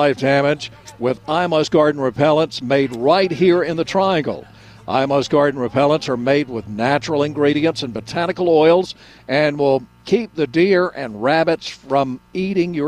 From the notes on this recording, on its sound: broadcasting live from Campbell Road Nursery